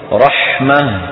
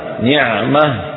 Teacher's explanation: هاء، هي هاء تلحق آخر الأسماء للدلالة على تأنيثها، تكون في الوصل تاء وفي الوقف هاء ساكنة، ولا يدخلها الروم ولا الإشمام · Term: هاء التأنيث